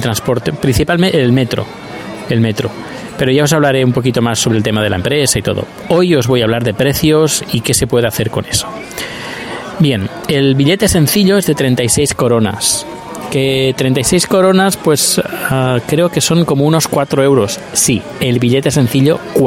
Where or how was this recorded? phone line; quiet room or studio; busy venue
busy venue